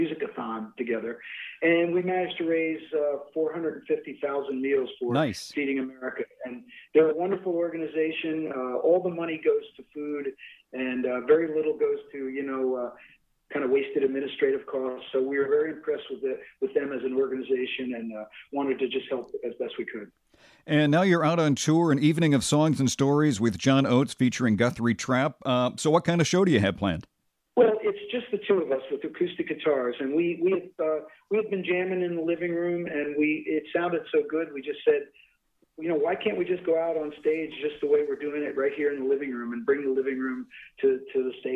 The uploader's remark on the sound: Called in for a chat about his career and his new podcast.